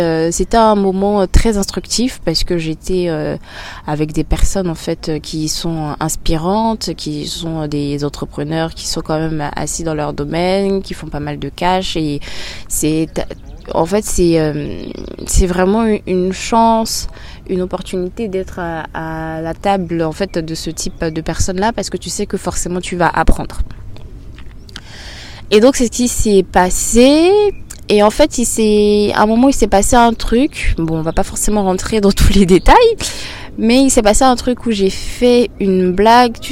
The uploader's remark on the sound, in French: Le format de cet épisode est spécial, car je suis en extérieur, il y a pas mal de bruit autour et à plusieurs reprises, je change de sujet en attendant que le bruit passe